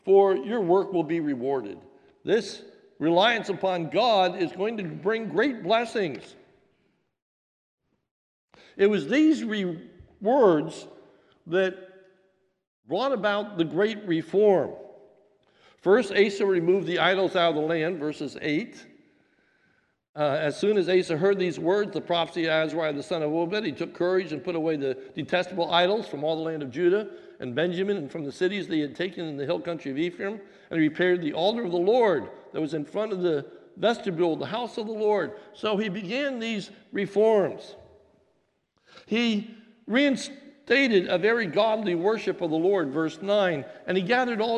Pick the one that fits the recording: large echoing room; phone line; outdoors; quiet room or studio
large echoing room